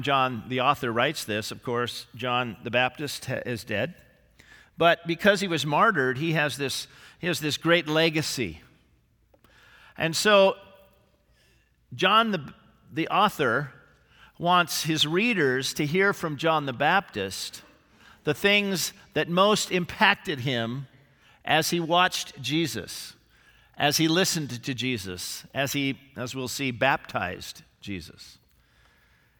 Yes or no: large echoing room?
yes